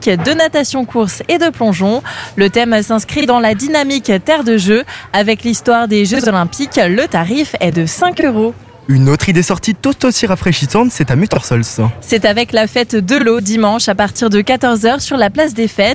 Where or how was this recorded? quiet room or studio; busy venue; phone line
busy venue